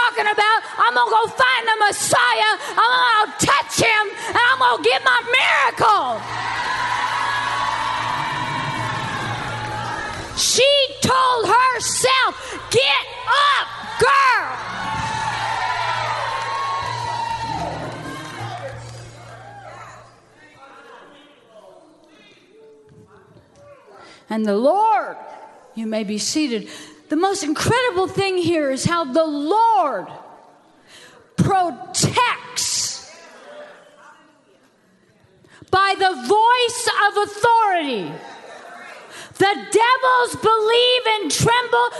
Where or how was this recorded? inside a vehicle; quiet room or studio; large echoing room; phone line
large echoing room